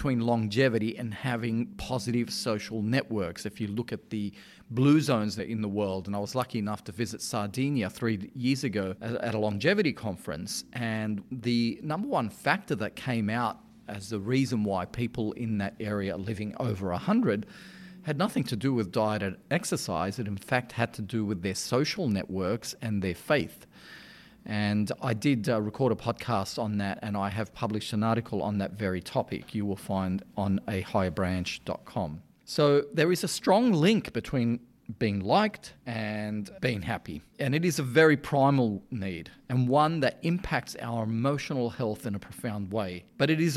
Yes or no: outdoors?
no